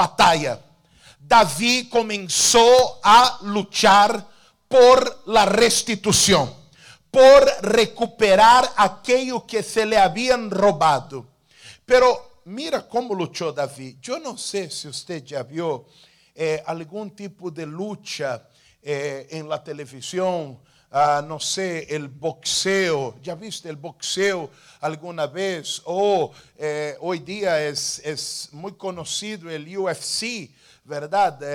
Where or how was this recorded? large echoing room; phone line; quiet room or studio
large echoing room